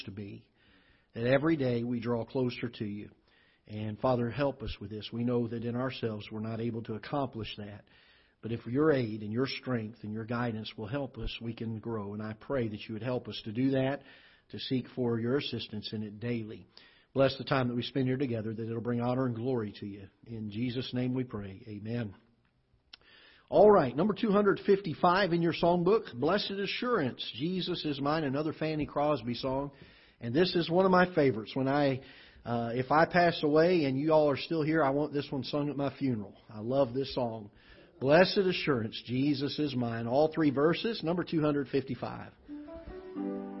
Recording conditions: large echoing room